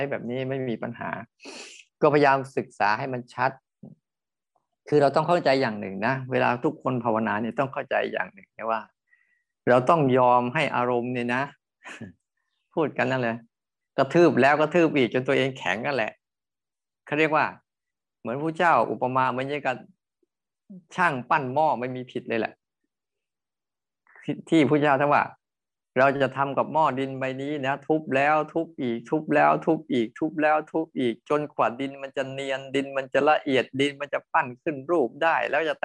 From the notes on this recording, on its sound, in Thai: เป็น 1 ใน 3 คอร์สออนไลน์ (ผ่านโปรแกรม Zoom)